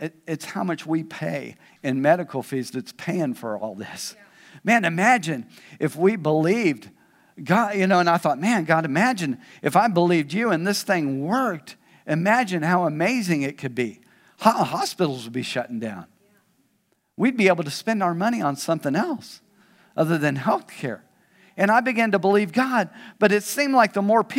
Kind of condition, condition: setting, large echoing room